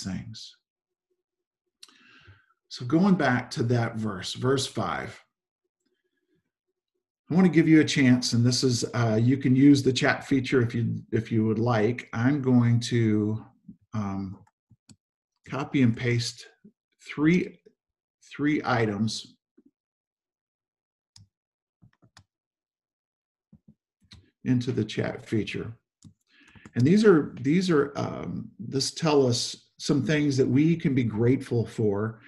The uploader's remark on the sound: Zoom Sunday 11/22/20 (Audio)